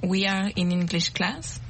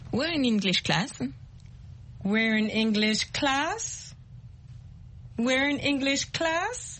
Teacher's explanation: the last word has to go up · Shown in: second take · Term: intonation